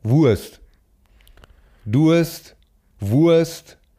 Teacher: im Westfälischen, hast du ja kein R · Term: das stumme R